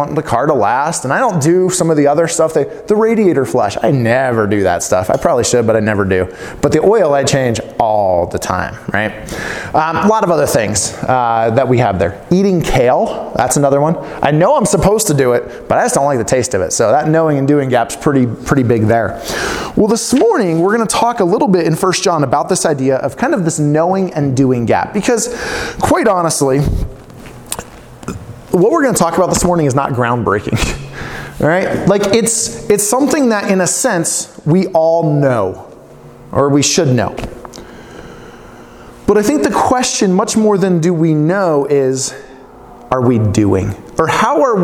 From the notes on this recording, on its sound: preaching at Lifepoint Church in Farmington on Sunday, 3/8/2020.